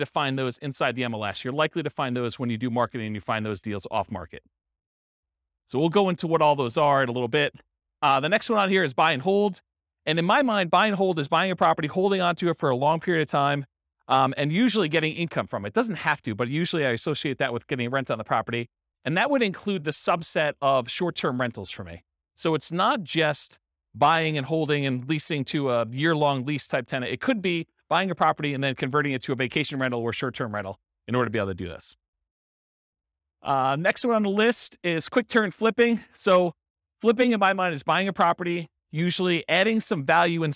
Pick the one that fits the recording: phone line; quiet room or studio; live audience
live audience